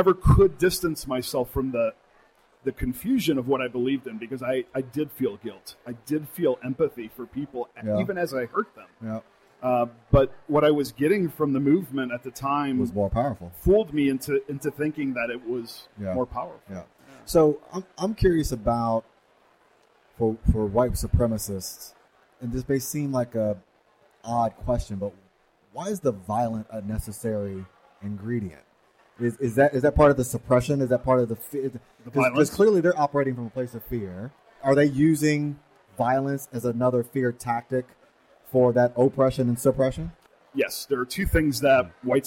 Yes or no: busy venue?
yes